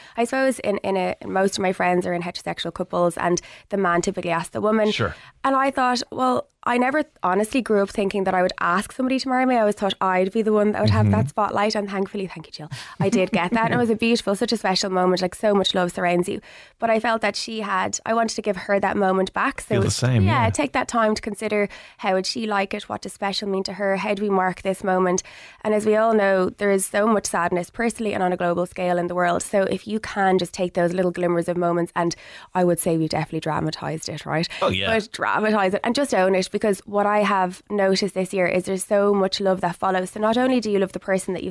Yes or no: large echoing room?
no